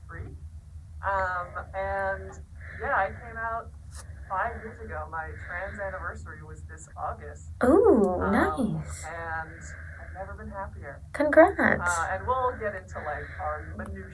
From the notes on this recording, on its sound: Since there are audio issues.